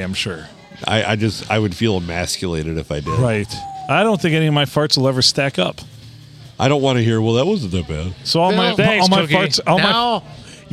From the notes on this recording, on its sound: Recorded under a cloud at Thumbs Up in lovely downtown Croswell.